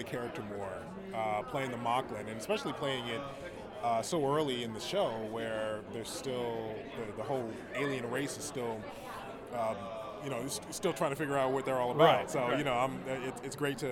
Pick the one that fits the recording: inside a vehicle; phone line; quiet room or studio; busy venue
busy venue